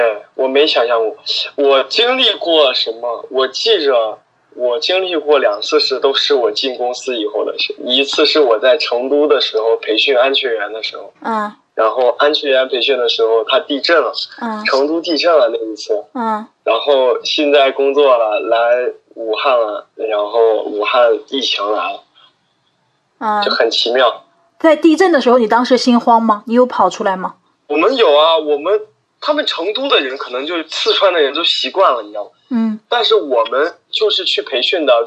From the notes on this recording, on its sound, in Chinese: 本期【扩音器】通过电话录音完成的，音频质量可能稍微欠缺，尽请谅解